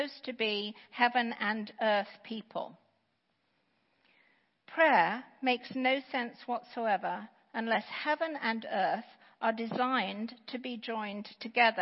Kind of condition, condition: setting, large echoing room